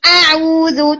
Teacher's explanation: तो वो बहुत दबा के हमजा को बोलते हैं · Term: प्रेस्ड हमजा